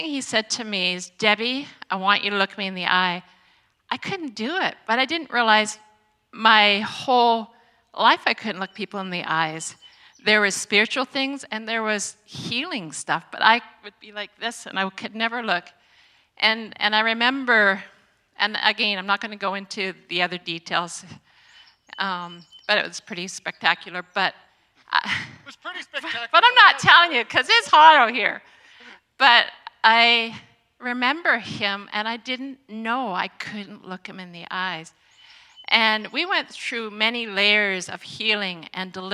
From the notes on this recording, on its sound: Today's gathering marks our first Outdoor Service and audio recording from high atop the Knutsford Hills. A small group of people from among our Vineyard family and friends gathered to share in worship, teaching and prayer.